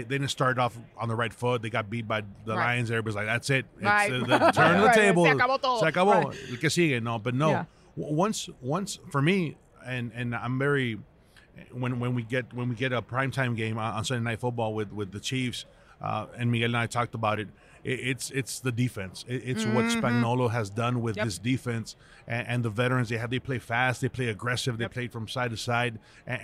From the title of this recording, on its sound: Live From Radio Row